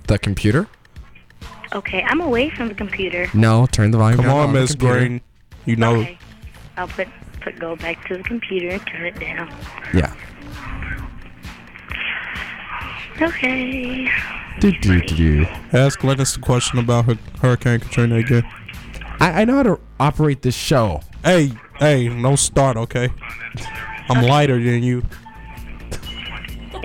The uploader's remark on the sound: Unfortunately, the panel I had planned fell through so the discussion was a little bit one sided. We also had an angry woman call.